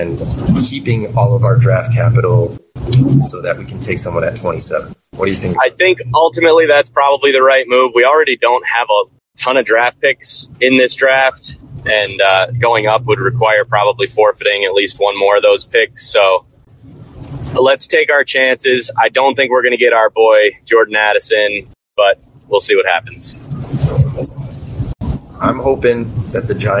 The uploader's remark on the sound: Apologies for the poor audio, which will hopefully improve as we move forward!